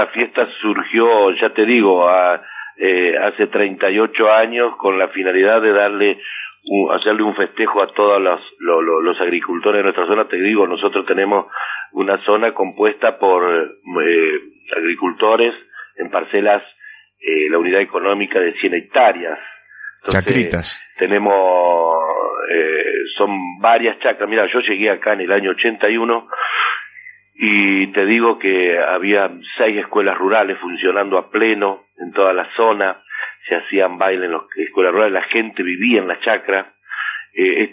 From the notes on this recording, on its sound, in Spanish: entrevista telefónica